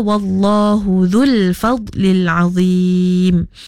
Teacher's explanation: selepas huruf dhal ianya ada huruf waw, tetapi huruf waw ianya bukanlah perlu dipanjang. Sebab apa? Sebab selepasnya ada huruf lam yang berbaris, yang bertanda sukun, iaitu matilah.